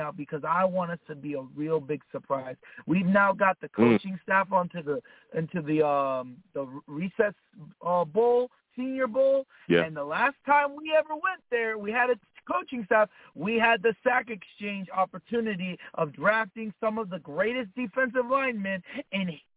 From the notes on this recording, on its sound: Tonight live at 7pm eastern. I’ll also take live callers!